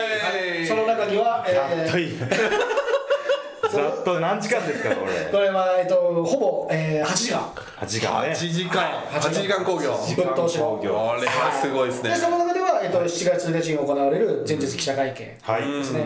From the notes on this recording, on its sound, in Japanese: 今回、機材と環境の影響で極めて音声がききづらい場合があります。